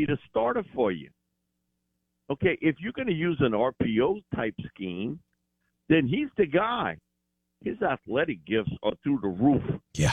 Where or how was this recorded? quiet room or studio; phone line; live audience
phone line